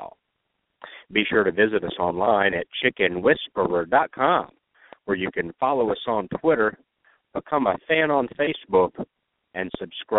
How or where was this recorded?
phone line